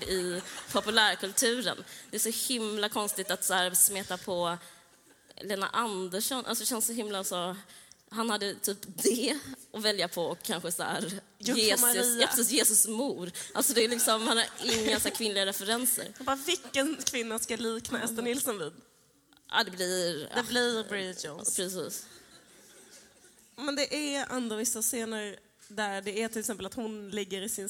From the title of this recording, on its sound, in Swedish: Live från Kulturhuset